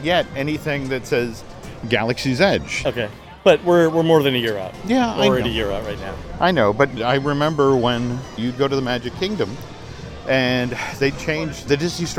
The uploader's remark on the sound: Live From the Animation Courtyard.